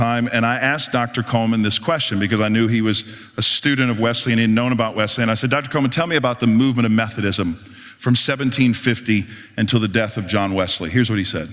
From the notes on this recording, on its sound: speaking at one of our National Disciple Making Forums